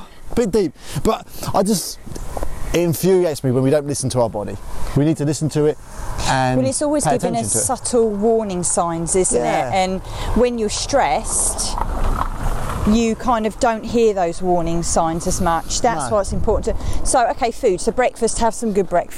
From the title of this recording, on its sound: walking podcast